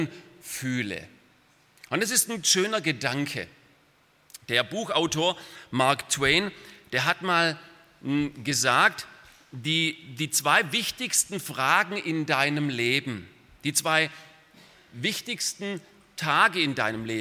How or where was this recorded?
large echoing room